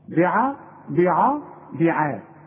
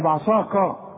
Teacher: ما نقولش بعصاك، بعا بعا بعا، العين خليها مرققه، الكاف مرققه، الصاد هي مفخمه · Shown in: second take